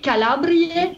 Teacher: la diphtongue ae qui n'y est plus et qui est déjà réduite dans un e un peu long